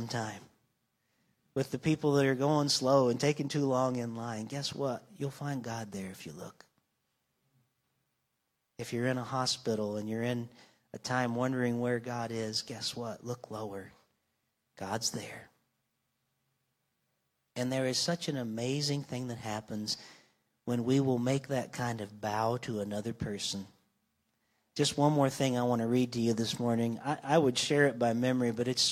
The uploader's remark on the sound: Live from North Vernon Indiana. This week’s episode was recorded live on Sunday Morning, June 11th, 2023, from North Vernon, Indiana, at the Church of the Nazarene.